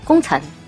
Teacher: 把后鼻音和翘舌都去掉，就很四川 · Term: 没有后鼻音